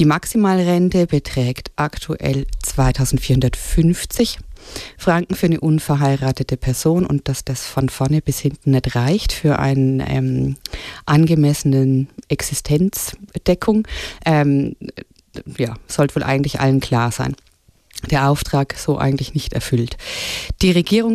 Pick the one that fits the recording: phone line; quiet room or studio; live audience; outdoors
quiet room or studio